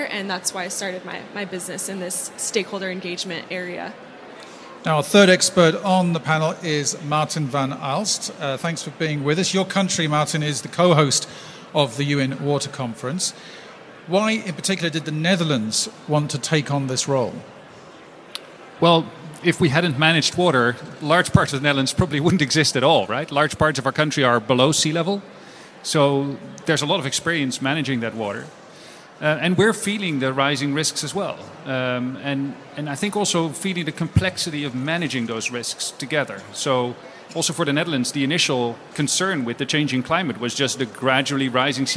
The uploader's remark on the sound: This episode was recorded live as one of the SDG Media Zone sessions at the UN Water Conference.